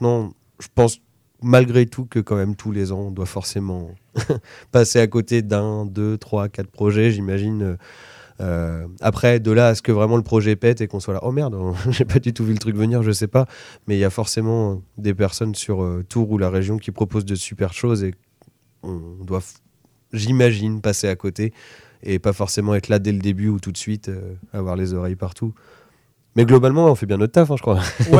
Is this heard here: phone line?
no